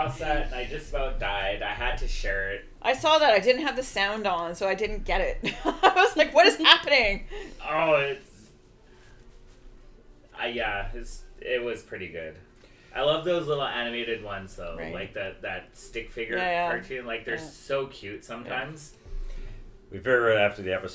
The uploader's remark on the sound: We are still working on perfecting the Blue Yeti microphones and the sound testing.